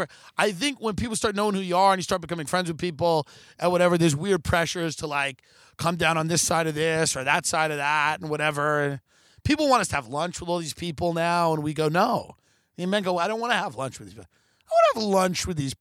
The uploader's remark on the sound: Live from hill country. Broadcasts outdoors.